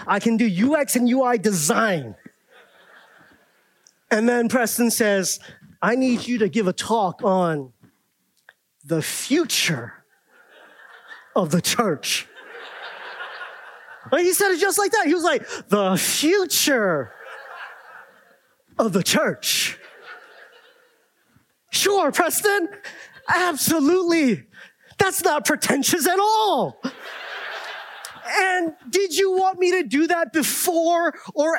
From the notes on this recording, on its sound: talk at this year's "Exiles in Babylon" conference